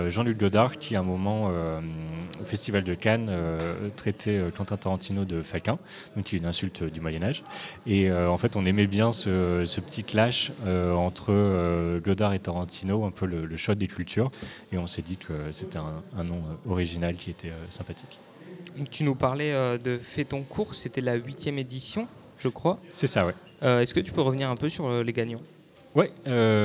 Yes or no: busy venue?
yes